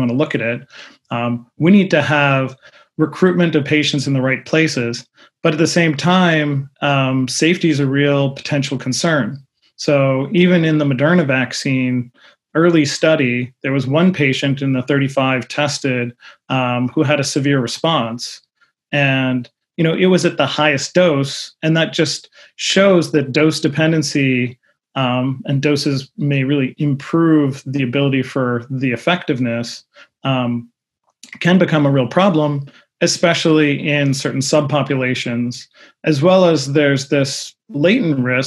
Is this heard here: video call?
yes